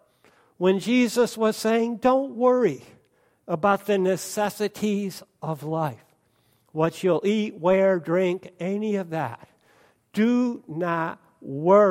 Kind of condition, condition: setting, large echoing room